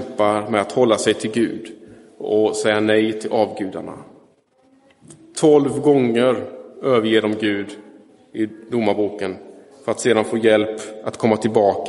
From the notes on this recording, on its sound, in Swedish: Inspelad i Roseniuskyrkan den 13 augusti 2023